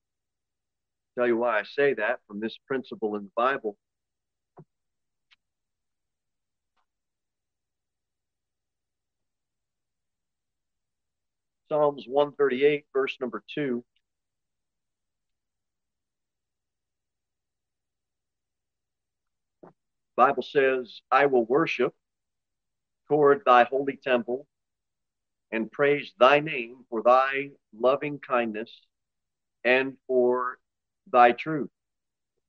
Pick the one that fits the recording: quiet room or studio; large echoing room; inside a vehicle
large echoing room